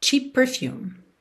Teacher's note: Cheap Termina em P, perfume começa em P, você liga num P só